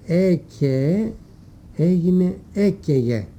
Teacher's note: Το καίεται έγινε καίγεται, ανέπτυξε γάμα. Δεν υπήρχε το γάμα, το ανέπτυξε ανάμεσα στα φωνήεντα. Και κάνει έτσι πιο γλυκιά την προφορά της λέξης το γάμα που αναπτύσσεται. · Term: γάμα εφωνικό